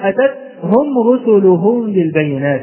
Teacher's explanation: وأخفيت الهمس في التاء الثانية الساكنة، قد تخرج هذه التاء دالا